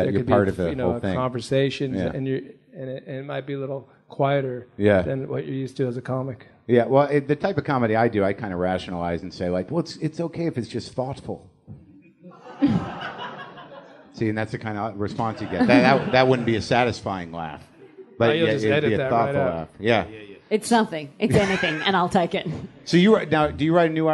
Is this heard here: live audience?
yes